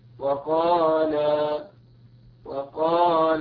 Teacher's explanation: المد بمقدارها الثاني، يعني مثلا الألف عندما نقول وقال الحمد لله، لما نقف على كلمة وقال هكذا وقال وقال، زادت هنا الألف بمقدار حركتين